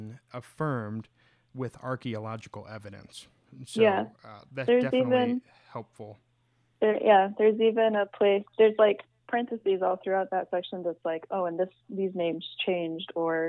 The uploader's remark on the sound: Our first of many episodes that were recorded during the Covid-19 quarantine. Sound quality may vary because conversations with our guests are taking place over the phone.